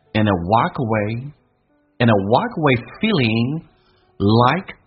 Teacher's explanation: andthen 不被强调，用降调来发，轻轻的气流带出来一点点，一闪而过